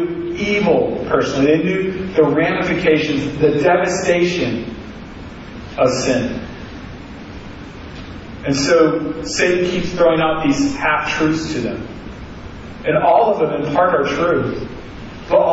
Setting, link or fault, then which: fault, poor sound quality